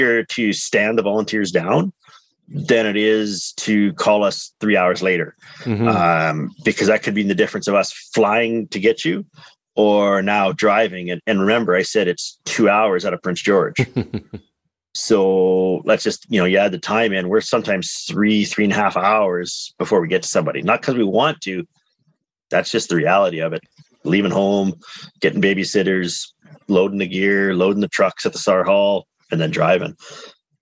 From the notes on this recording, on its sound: on a Zoom call